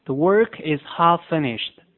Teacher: Half 和 finished 中间有共同的辅音，只发一个就可以，所以在连读的时候就变成了 The work is halffinished。第二句， Are they going to take it